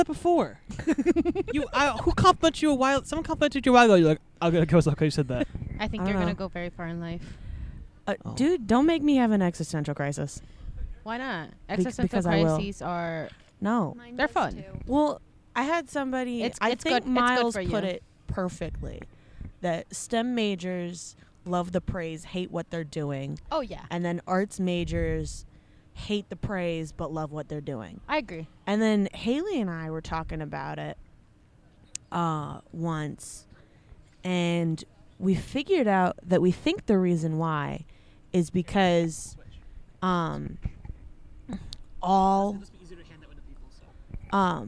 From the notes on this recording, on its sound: Today we were outside, that's the whole concept, just being outside. Sit across the path from the Silver Sands food truck and just have a chat with anyone who decided to walk up, mostly familiar voices.